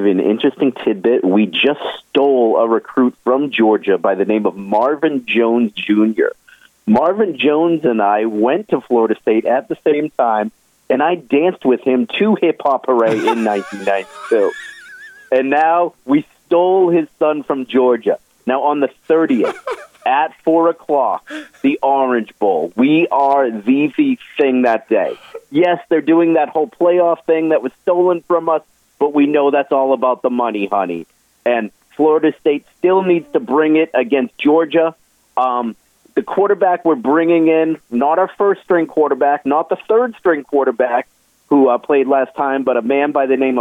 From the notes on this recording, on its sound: Both take to the phone lines today to share their thoughts on what's happening in the world of sports.